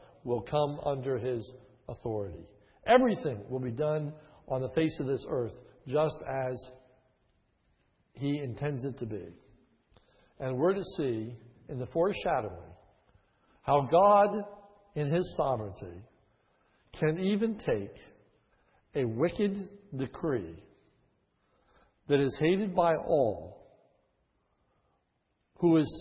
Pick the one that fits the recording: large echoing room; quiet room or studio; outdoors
large echoing room